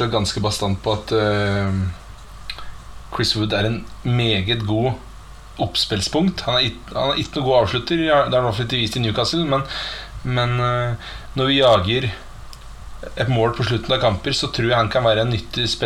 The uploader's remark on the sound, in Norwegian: Mye tekniske problemer med denne